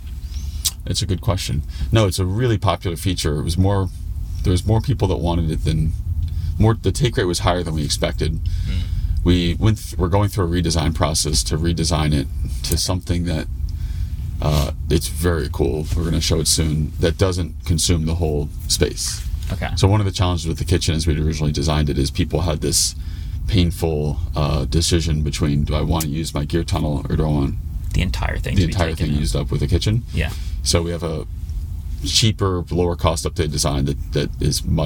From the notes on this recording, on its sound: this entire episode was recorded inside of an Rivian R1S